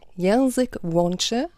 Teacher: Das durchgestrichene L im Polnischen, also ja. was so aussieht wie ein L mit einem Strich durch, ja. wird W ausgesprochen.